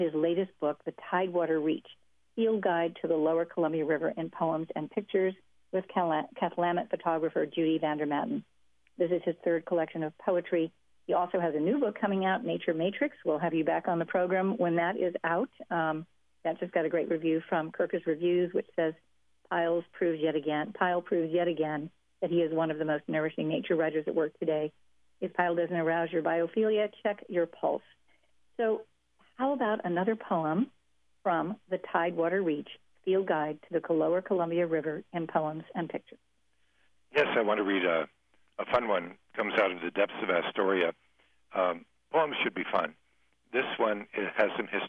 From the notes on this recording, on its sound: a rotary telephone interview